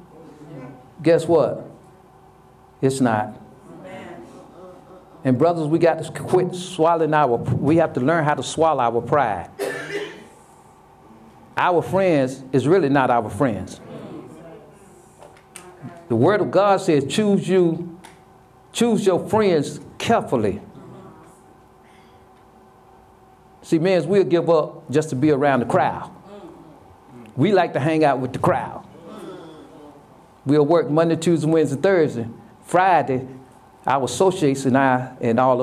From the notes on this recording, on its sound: Sermon preached from Wesley AME Zion Church